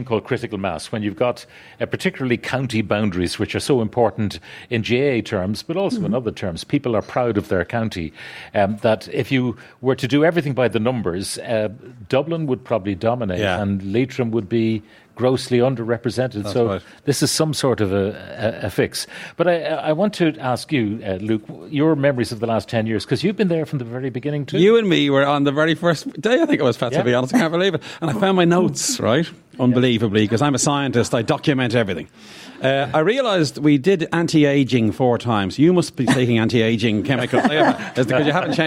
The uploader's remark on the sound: live from the Aviva Stadium today